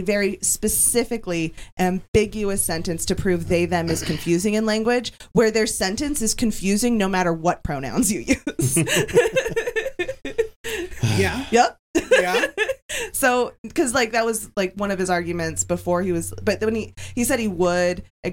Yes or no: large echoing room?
no